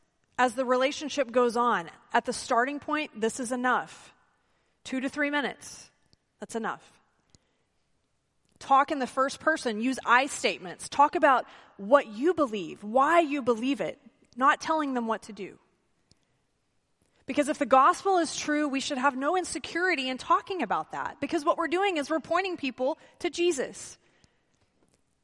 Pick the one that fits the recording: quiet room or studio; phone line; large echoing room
large echoing room